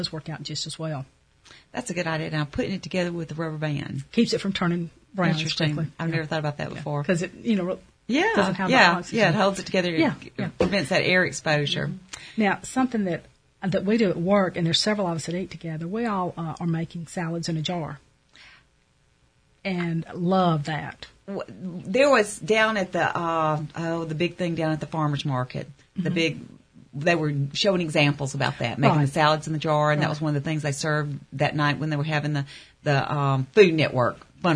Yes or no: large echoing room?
no